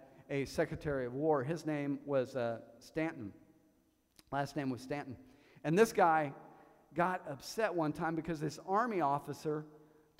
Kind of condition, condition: setting, large echoing room